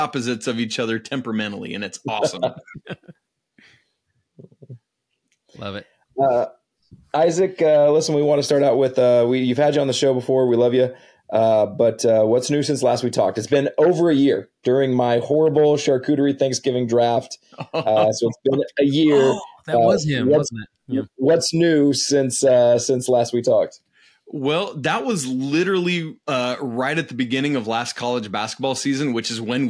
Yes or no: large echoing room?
no